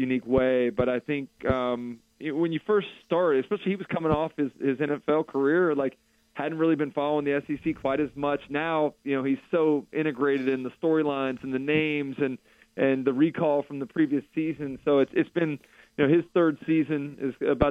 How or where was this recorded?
phone line